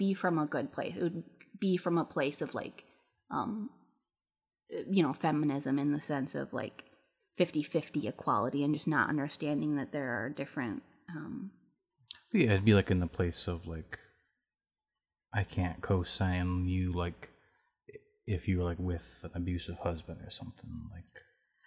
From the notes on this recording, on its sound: Headphones not recommended. There was an extremely loud high pitched noise throughout the entire recording.